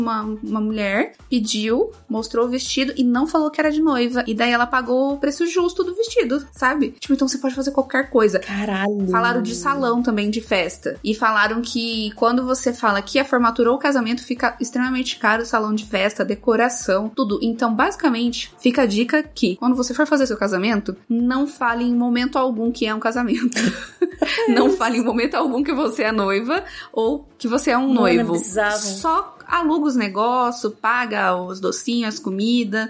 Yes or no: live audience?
no